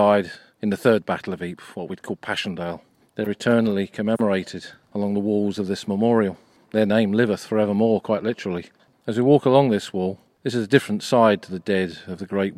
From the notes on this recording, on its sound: Flanders: Tyne Cot Cemetery. This episode was recorded at Tyne Cot Cemetery a few weeks ago.